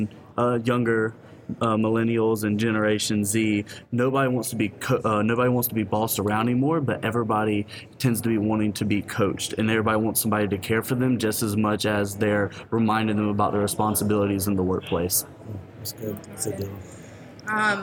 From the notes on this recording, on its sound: Live from the National CCCA Conference in Palm Springs. We're live from the National CCCA Conference.